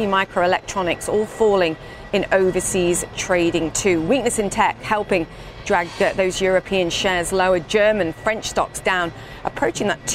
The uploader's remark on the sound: live from the New York Stock Exchange